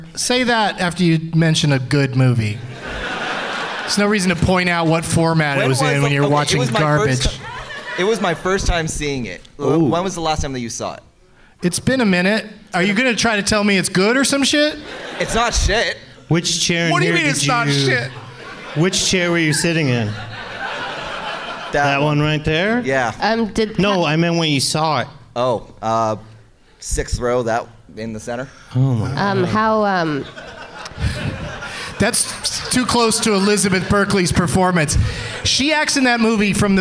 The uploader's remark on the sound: Live from the Royal Cinema in Toronto